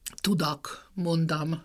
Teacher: A leggyakoribb az úgynevezett hangsúlytalan azás, tehát a hangsúlytalan szótagban álló ók helyén jelentkező a